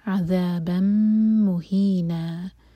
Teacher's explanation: تنمیم کے بعد میم ہے، میم کو ہولڈ کریں گے 2 سیکنڈس اور پھر آگے پڑھیں گے.